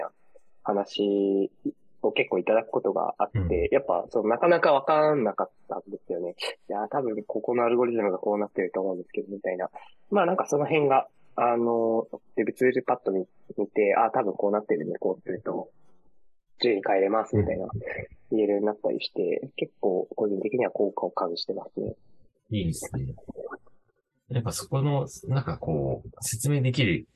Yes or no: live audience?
no